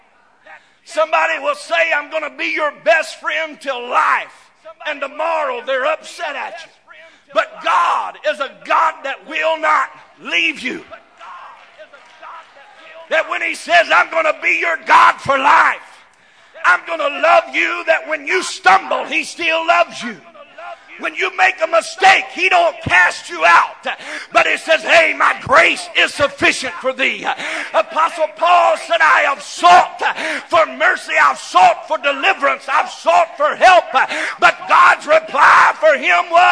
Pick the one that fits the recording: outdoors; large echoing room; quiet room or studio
large echoing room